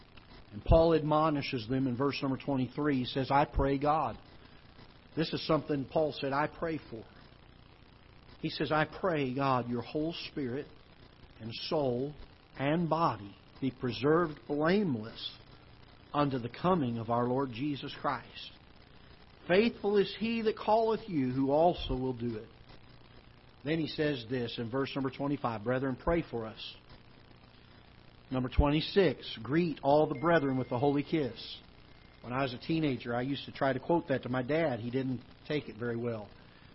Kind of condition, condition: setting, large echoing room